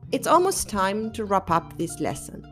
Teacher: Wrap up, empieza con una W, pero no la oímos, no la pronunciamos. · Term: consonante silenciosa, muda